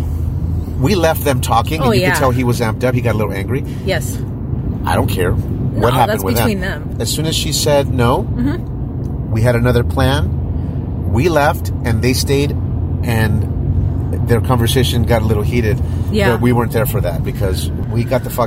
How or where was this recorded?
inside a vehicle